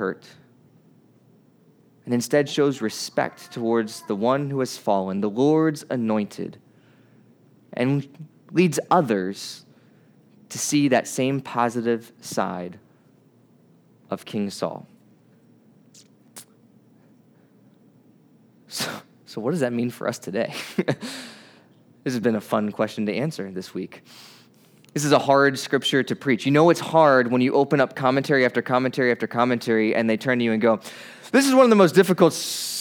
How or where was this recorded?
large echoing room